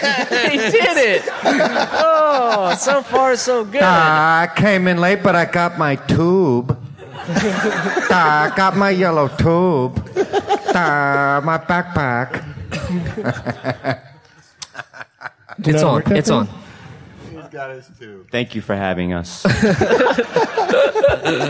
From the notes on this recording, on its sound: For their first ever LIVE podcast. Visit Stan Lee's Comikaze in LA.